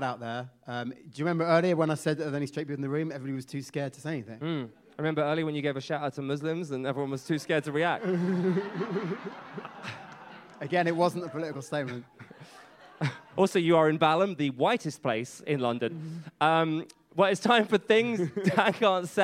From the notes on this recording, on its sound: recorded live at Cheerful Earful Festival in November